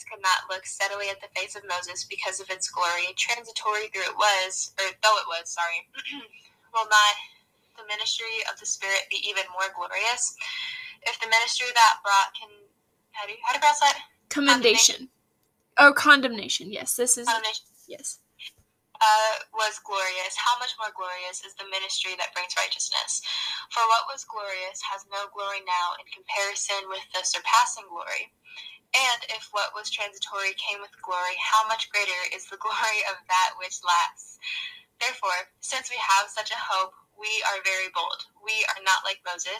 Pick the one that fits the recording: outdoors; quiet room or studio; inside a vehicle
inside a vehicle